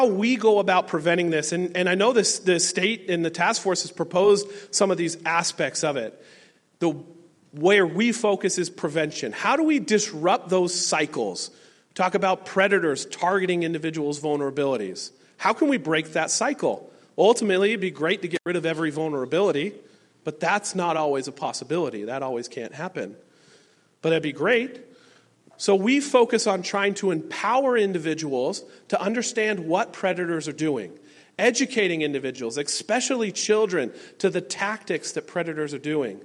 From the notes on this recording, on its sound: A panel of local professionals answer audience questions. This program was presented by the Alaska World Affairs Council and was recorded at Bear Tooth Theatrepub.